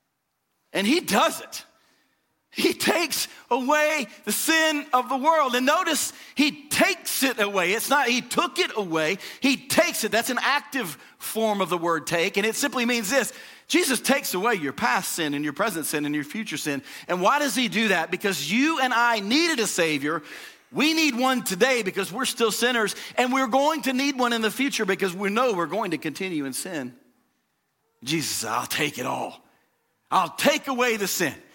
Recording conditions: large echoing room